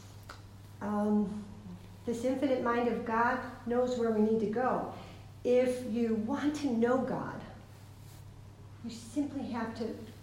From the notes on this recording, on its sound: This is a recording of a talk. At Emmaus Retreat Centre, Dublin.